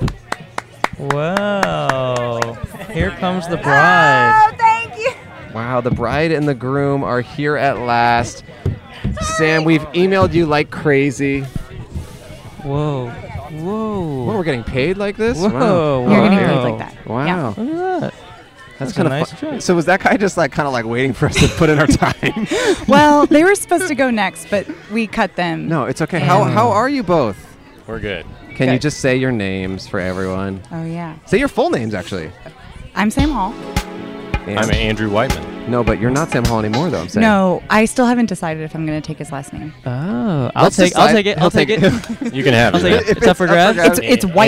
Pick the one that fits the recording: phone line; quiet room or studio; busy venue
busy venue